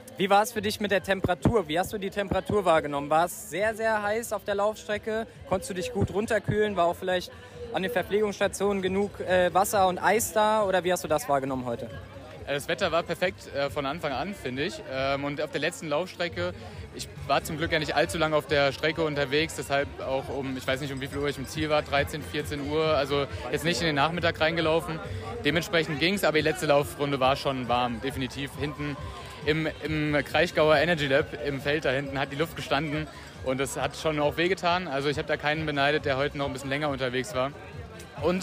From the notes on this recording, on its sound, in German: LIVE vom Ironman Kraichgau 70.3. Wir sind beim Ironman Kraichgau 70.3 live vor Ort mit dabei und zeigen euch, was den Triathlon-Klassiker in Baden-Württemberg so besonders macht.